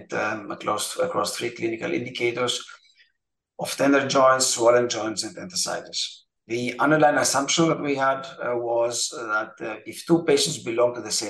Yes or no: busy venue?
no